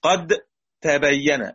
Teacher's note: تدغم دال قد لجميع القراء في التاء والدال · Term: الإدغام